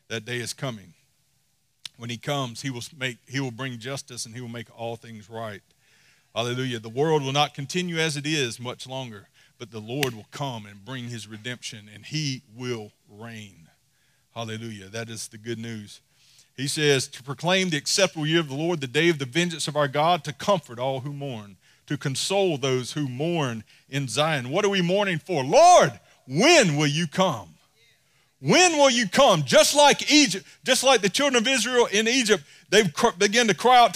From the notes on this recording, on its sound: Sunday Service recorded live form New Life Church in Dothan, AL.